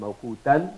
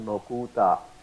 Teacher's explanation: Tanween is dropped, but the alif does not drop. · Shown in: second take · So you would read it like mawquta.